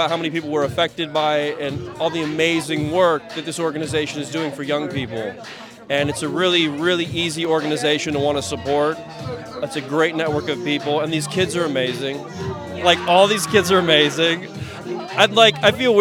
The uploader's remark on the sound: live on the red carpet!